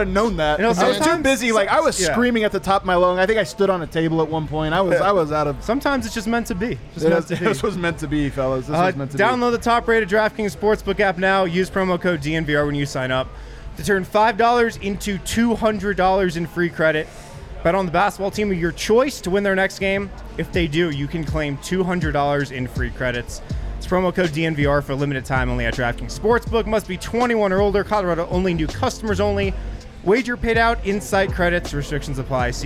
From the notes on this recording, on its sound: live from the Winner's Lounge inside a very poppin DNVR bar